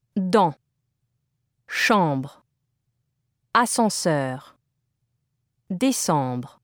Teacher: Nasal vowels, voyelles nasales, in French, differ from the oral vowels, voyelles orales, you've studied in that the airstream passes not only through the mouth, but through the nose as well. Nasal vowels are represented by one or two vowel letters, followed by an M or an N, always within the same syllable.